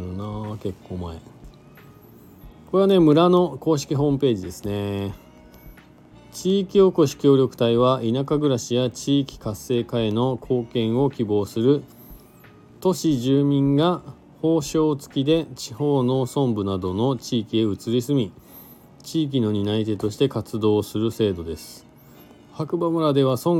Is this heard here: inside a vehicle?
yes